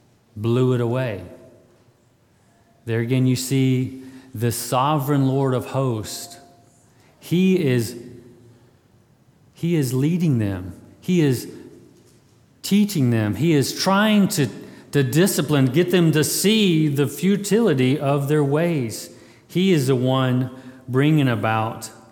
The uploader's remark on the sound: February 20, 2022 at Immanuel Baptist Church.